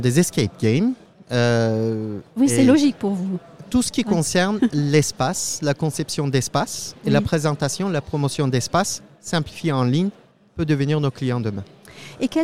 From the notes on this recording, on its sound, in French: Un entretien enregistré au RENT 2022.